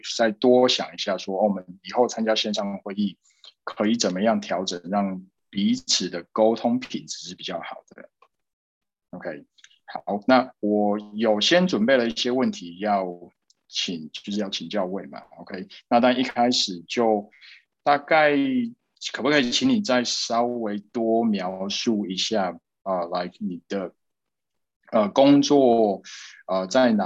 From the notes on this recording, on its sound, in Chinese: 這集內容是用線上會議平台錄製，完全沒有剪接。